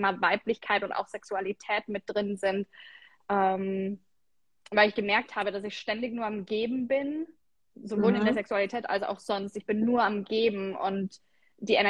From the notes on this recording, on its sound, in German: hier erwartet dich ein Instagram live Soultalk